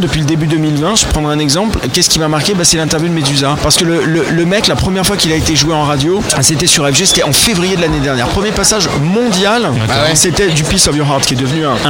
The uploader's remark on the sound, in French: En direct du Dock B à Pantin